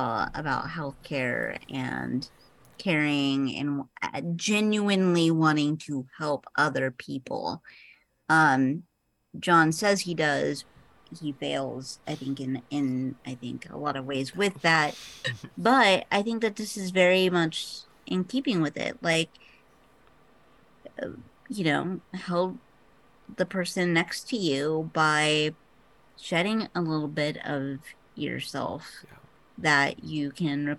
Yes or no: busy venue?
no